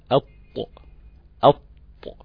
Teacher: في صوت منحصر هنا بين اللثة وبين رأس اللسان · Term: حرف الطاء